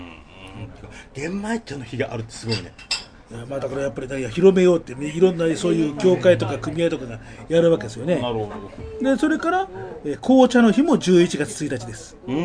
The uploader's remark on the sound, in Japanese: ホモ本ブックサロン・ド・テ「オカマルト」 にお邪魔して、おいしいお茶とお菓子とか果物をいただきながら収録しました。